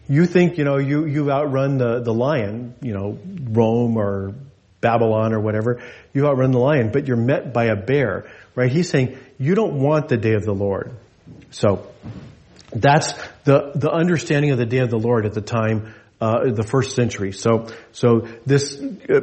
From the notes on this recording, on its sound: This message was delivered in gathered worship on Sunday, July 30, 2023 at Jewel Lake Parish in Anchorage, Alaska.